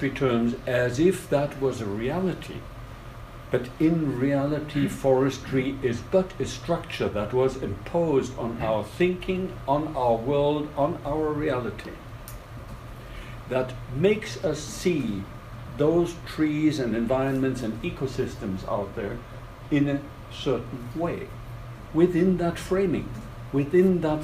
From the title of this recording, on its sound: lecture at Tallinn University 21.11.2018